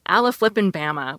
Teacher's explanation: the third syllable, ba, is the stressed one